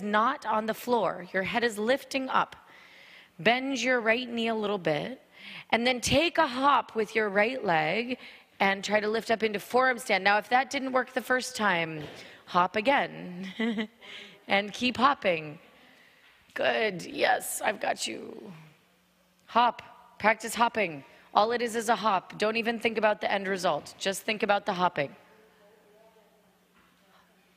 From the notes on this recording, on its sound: This podcast was recorded at the Jivamukti Yoga studio in Jersey City, NJ